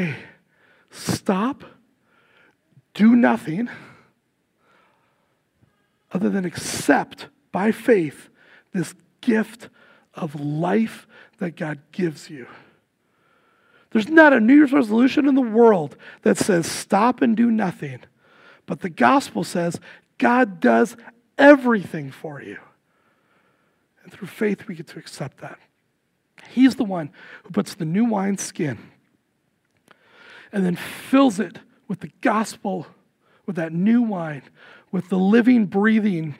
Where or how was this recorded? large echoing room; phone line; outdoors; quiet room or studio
large echoing room